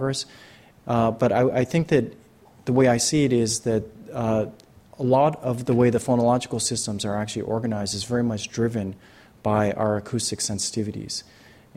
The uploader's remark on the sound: In this program, the speakers field questions from the audience and the seminar is concluded.